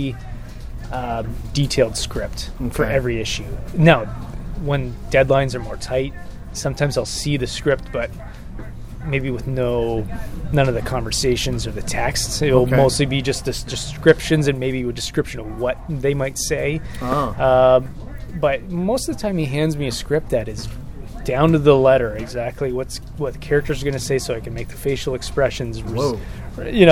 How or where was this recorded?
busy venue